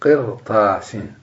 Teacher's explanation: قرطاس هنا الراء وقعت بعد كسر لازم لكنها لم ترقق لأنها وقع بعدها حرف استعلاء وهو الطاء